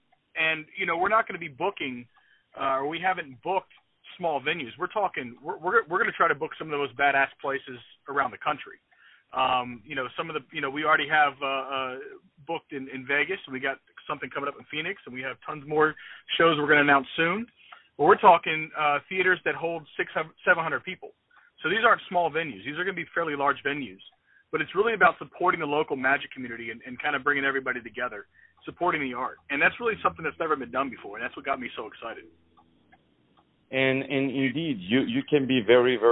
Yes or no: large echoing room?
no